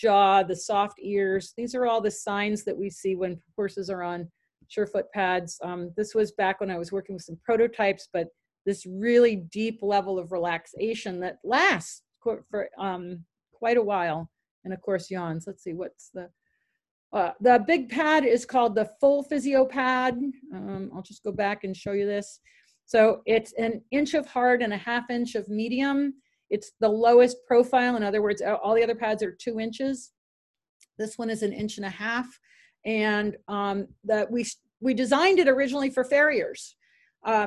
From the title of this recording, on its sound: Zoom Meeting